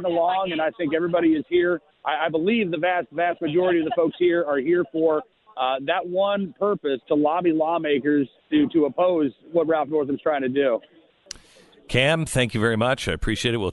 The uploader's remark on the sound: Reports live from the Virginia capitol as thousands peacefully lobby for their gun rights.